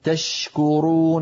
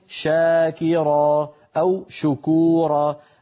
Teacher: يعني تشكرون تفشي الشين هنا أشد من شاكرا أو شكورا. عندما يتحرك الحرف تضعف صفاته وعندما يسكن تكون صفاته أقوى وأوضح.